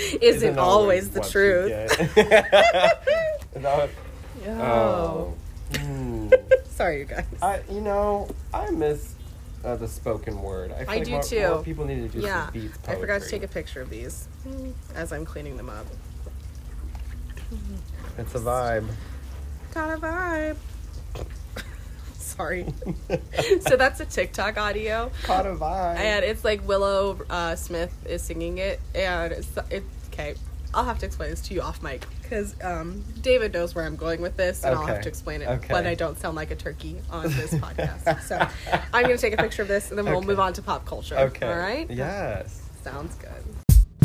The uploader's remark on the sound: enjoy the beautiful weather outdoors